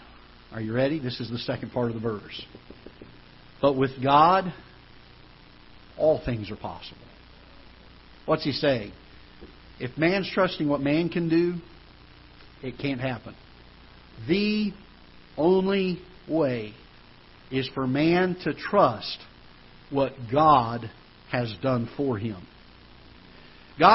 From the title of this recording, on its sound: Ketha Heights Baptist Church ~ Live Broadcast